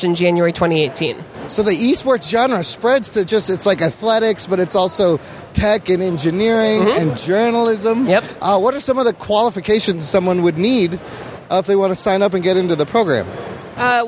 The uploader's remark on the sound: take you live to the floor of the 10th annual Chicago Comic & Entertainment Expo!